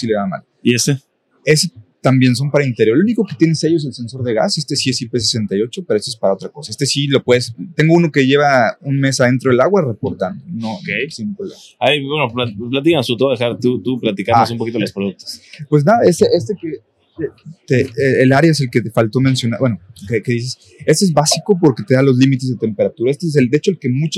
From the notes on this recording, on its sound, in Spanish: grabado durante la Expo Renta Vacacional en Cancún